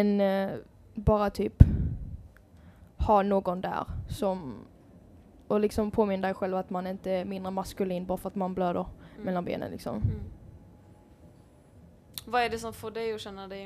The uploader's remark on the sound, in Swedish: Månadens avsnitt av Tampodden är, liksom förra, live från West Pride i Göteborg.